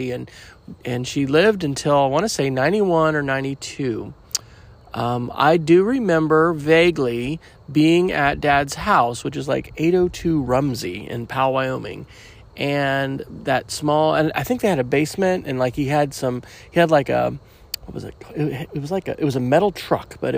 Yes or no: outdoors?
yes